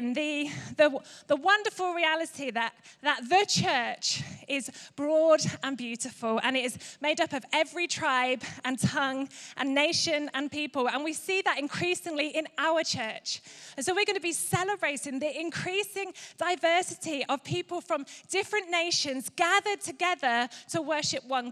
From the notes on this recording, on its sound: Recorded live at Life Church Lancashire on Sunday 22nd October 2023.